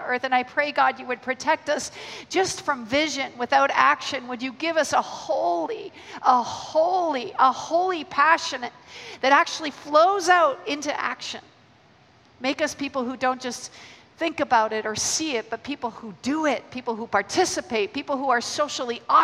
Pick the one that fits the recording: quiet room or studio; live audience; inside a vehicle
live audience